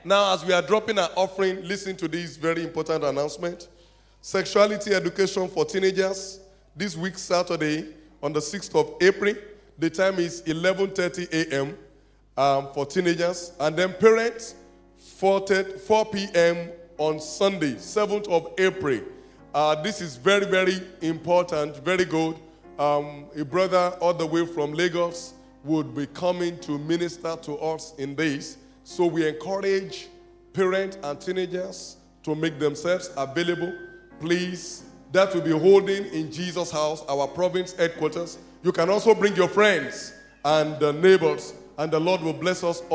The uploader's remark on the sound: This message was preached in April 2012 at RCCG,Jesus House,Port Harcourt,Nigeria.